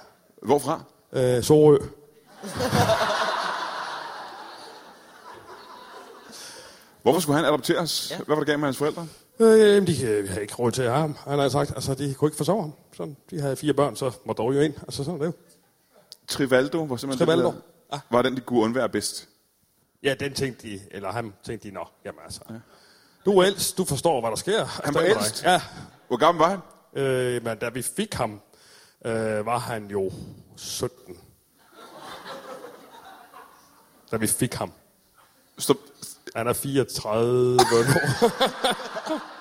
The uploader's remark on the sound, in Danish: LIVE fra Værket i Randers.